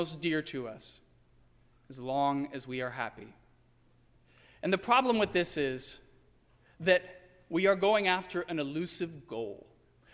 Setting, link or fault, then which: setting, large echoing room